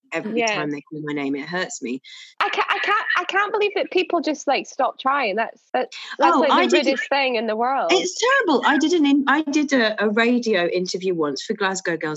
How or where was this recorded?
video call